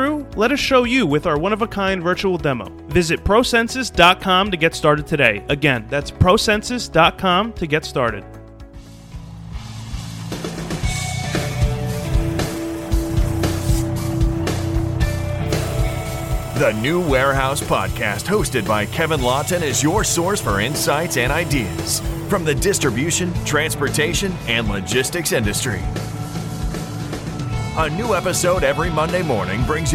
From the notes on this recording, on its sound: at MODEX 2022